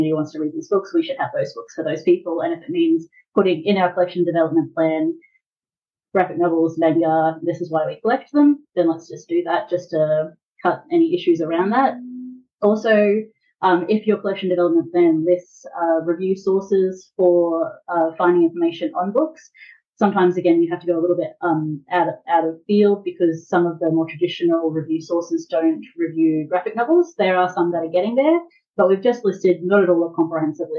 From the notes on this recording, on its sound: This is a recording of the webinar held November 16 2023.